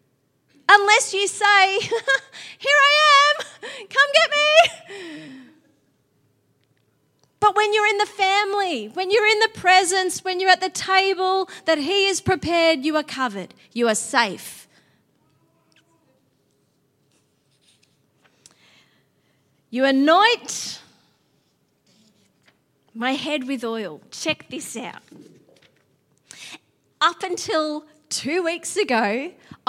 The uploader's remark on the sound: Theme Sunday. LIVE at Echo Church.